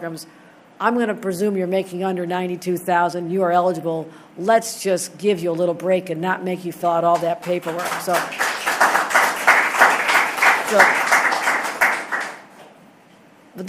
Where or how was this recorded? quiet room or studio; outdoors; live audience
live audience